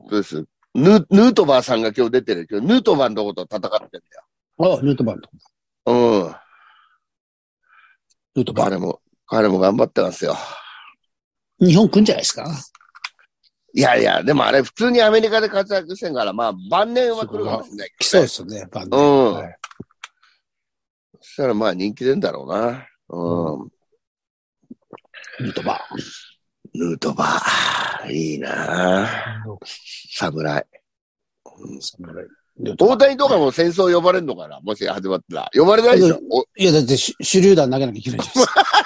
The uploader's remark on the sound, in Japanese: ZOOMで収録